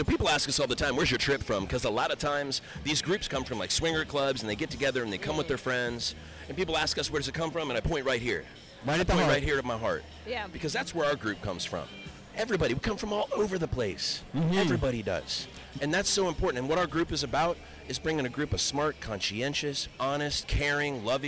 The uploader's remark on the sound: This is a collection of LIVE poolside. LIVE poolside "How You Feelin'?!" comment from a few of our sexy friends at Hedonism Resort during Casual Swinger Week!